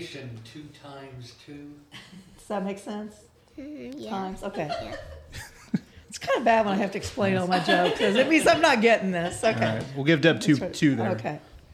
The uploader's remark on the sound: Recorded live in front of a studio audience for extra giggles.